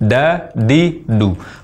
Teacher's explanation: mengucapkan huruf dal, namun dengan memposisikan ujung lidah di langit-langit, sehingga berbunyi da, di, du.